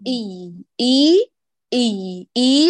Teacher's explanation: كسرة متمة ثم نبرة ثم الياء مرققة